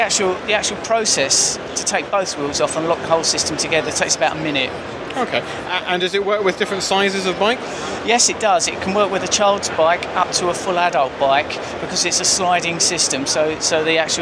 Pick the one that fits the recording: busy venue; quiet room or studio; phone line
busy venue